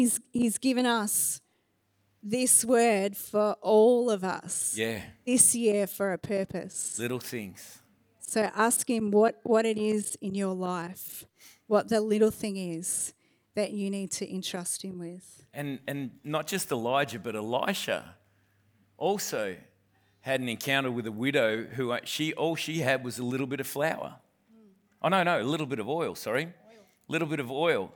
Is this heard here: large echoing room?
yes